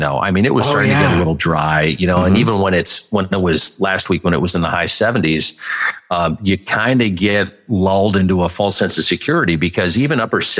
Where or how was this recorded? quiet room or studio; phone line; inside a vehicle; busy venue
quiet room or studio